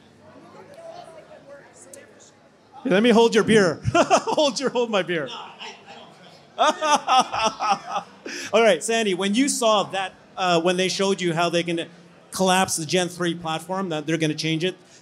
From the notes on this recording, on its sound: Tesla Investor Day Panel at Clive Bar.